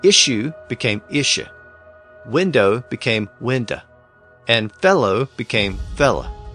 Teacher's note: He had a tendency to shorten the last syllable of certain words. He would convert it into a generic uh.